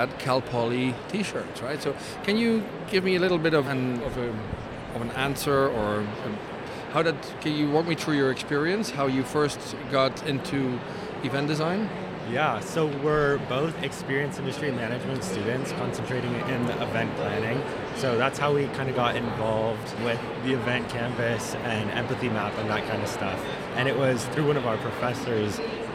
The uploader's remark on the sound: Live from #IMEXAmerica